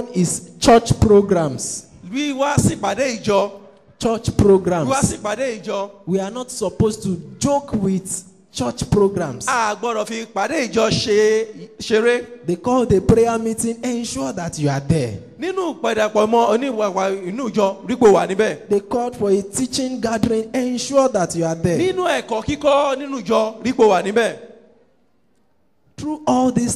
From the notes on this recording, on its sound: Preached at TAC Powerline District, Lagos Nigeria.